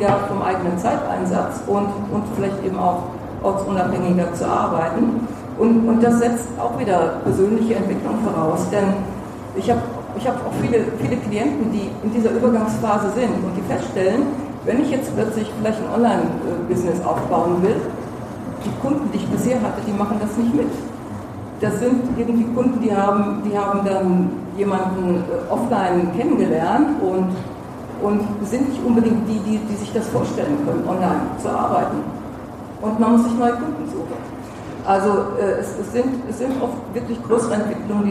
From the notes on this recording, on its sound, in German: Da es sich um einen Live Mitschnitt handelt, kann es vorkommen, dass der Ton an der ein oder anderen Stelle ein wenig schlechter als gewohnt ist